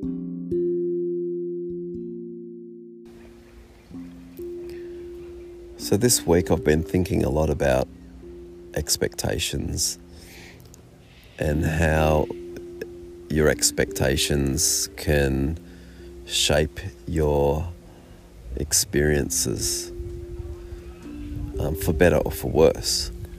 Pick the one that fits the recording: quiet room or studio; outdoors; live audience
outdoors